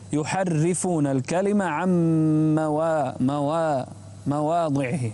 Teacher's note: رقق الراء ورقق أيضا الألف بعد الواو. يحرفون، وانتبه إلى الكسرة، يحرفون الكلمة عن مواضعه.